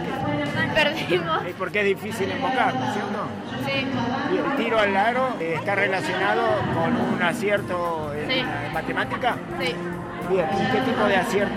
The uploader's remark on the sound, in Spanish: Audios en vivo y testimonios durante la jornada Matemática del 15 de Noviembre pasado. En nuestra escuela cordillerana.